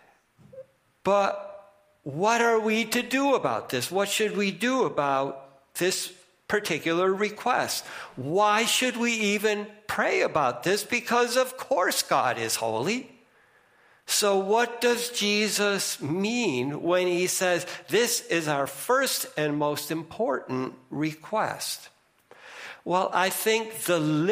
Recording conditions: large echoing room